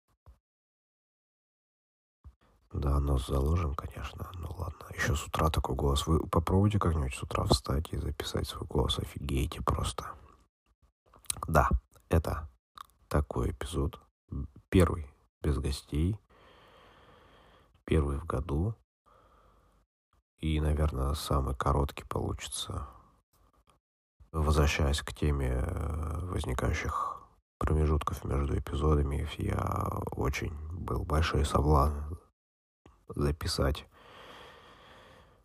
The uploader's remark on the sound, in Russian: Эпизод подкаста, записанный по пути следования по дорогам Москвы. Качество страдает, но условия не позволяли сделать чище звук, записанный на улице.